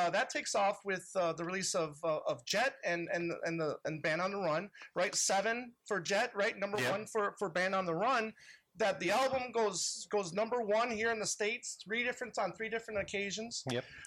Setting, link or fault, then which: fault, uneven or low level